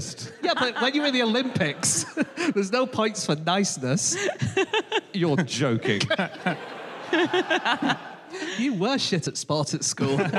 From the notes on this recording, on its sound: Live from Coventry